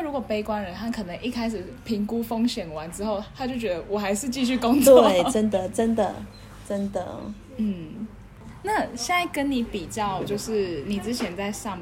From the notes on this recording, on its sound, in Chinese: 本集因錄音場地限制，背景音較大，請見諒